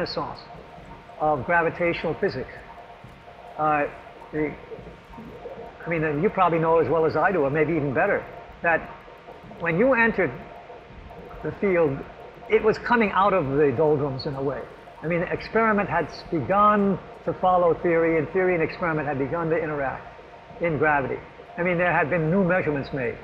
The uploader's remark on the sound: In this podcast, recorded in the rather noisy high bay workshop at MIT.